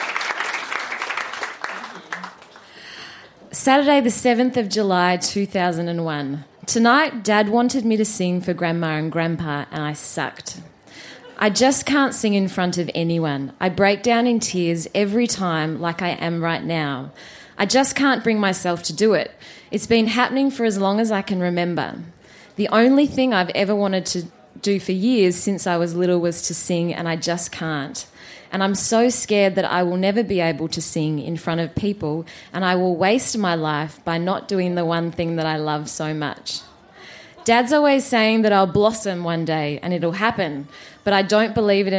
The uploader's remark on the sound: Recorded live at the Woodford Folk Festival.